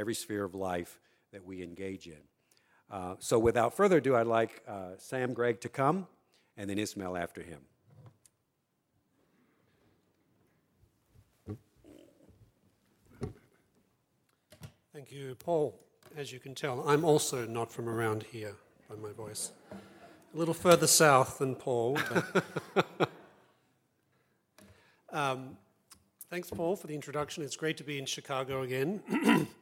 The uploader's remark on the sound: Acton’s 8th Annual Chicago Open Mic Night took place on Wednesday, November 8th at the University Club of Chicago